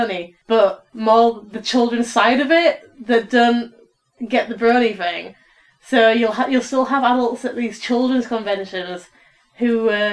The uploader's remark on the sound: audio is kind of sucky